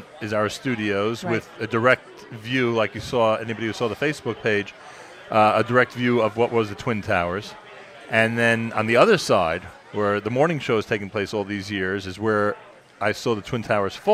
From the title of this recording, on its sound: Live Remote Alert! Manischewitz Presents the Nachum Segal Network Live from the 3rd Annual Taste of Kosher Foo